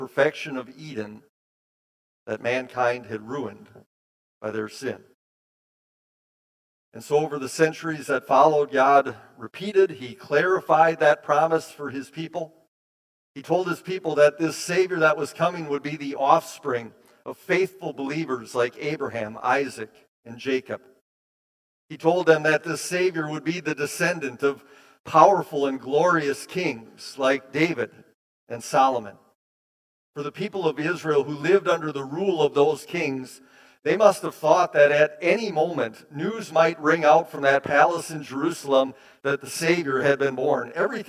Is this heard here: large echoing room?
yes